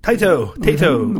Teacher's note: So it's written as ta-i-to, but stressing the separation of the vowels when pronouncing them would be incorrect. The vowel sounds are supposed to be spoken very fast. So it should sound, to a foreigner at least, like a two-syllable word.